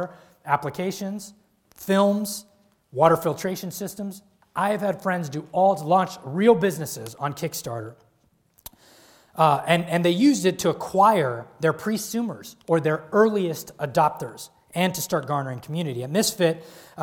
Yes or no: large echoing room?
yes